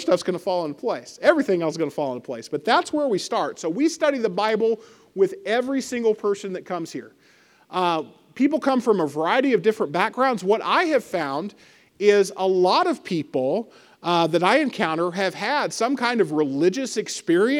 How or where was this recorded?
large echoing room